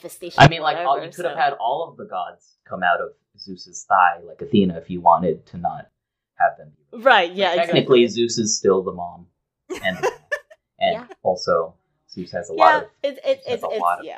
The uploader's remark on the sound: Apologies for the bad audio quality!